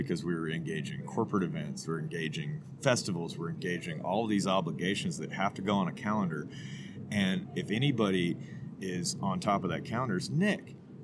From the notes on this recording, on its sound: This was a good one, outside at Improper City. Gypsy Q BBQ Truck.